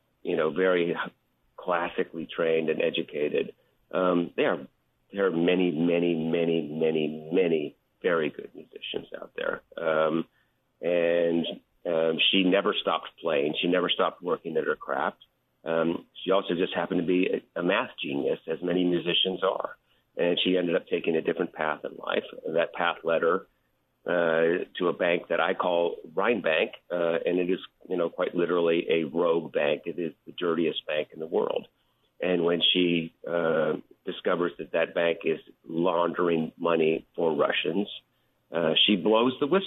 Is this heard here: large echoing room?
no